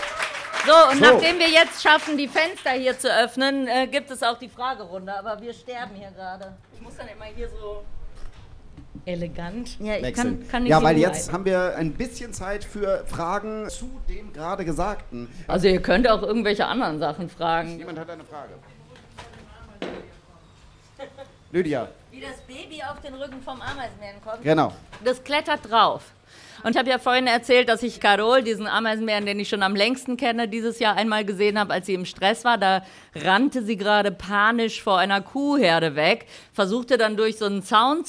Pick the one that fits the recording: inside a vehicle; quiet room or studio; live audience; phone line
live audience